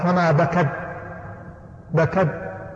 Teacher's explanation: نقول التاء هنا فيها همس، لو لم تهمس ما خرج حرف التاء يخرج صوت فقط